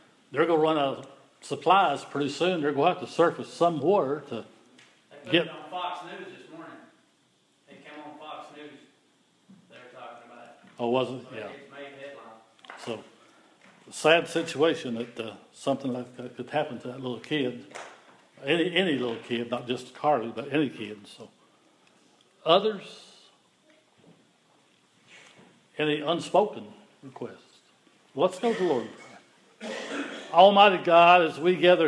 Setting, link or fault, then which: setting, large echoing room